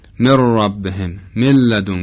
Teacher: ادغام نون در ر و لام ادغام کامله یا ادغام تامه، یعنی نون به طور کامل از بین میره و حرف ر و لام مشدد میشه. مر ربهم ملدون که، نه غنه است نه نشانی از حرف نون، و بالعکس در مورد یمون اینطور نیست، کاملا نون خودشو نشون میده.